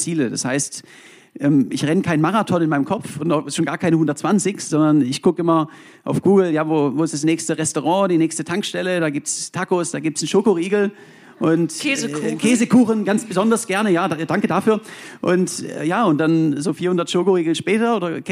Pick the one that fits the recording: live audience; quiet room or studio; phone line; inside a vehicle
live audience